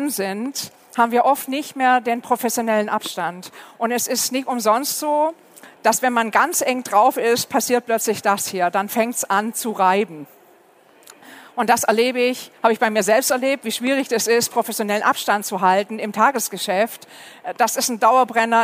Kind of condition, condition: setting, busy venue